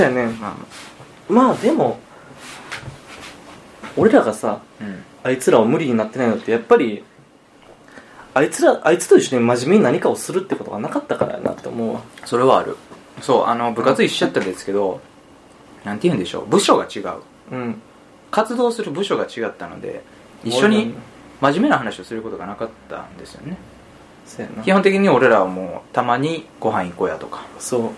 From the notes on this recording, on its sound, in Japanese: ラジオの雑音